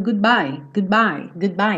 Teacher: Quando eu tô indo com a língua no céu da boca pra fazer o D, good... Meu lábio já fechou para fazer o bye